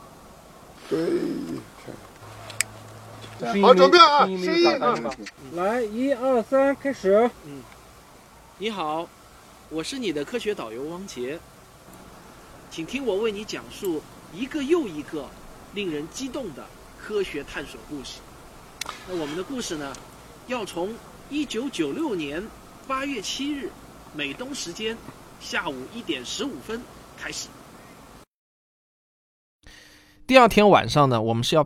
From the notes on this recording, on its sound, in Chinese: 视频版外景拍摄归来。我去甘肃拍《太阳系新知》的外景前后一共是 6 天。先给大家听一段来自拍摄现场的实况录像的声音，为了拍一场沙漠日出的戏，我们凌晨 4 点出发，赶到沙漠凌晨 5 点。下面是现场实况录音剪辑。我们凌晨 12 点前要赶到海拔 2340 米的永泰古城，我们来听一点当时的现场录音。